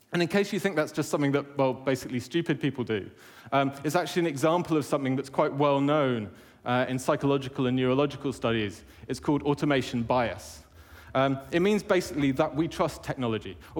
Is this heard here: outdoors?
no